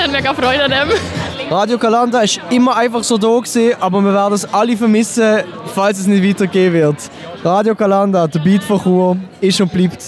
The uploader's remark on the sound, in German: Lange Nacht der Karriere 2023. Wir haben uns unters Publikum gemischt.